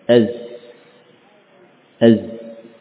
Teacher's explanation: awalnya yang terbaca za ya, tapi dorongan nafas terlalu kuat setelah itu. Di bagian akhir berubah menjadi sin.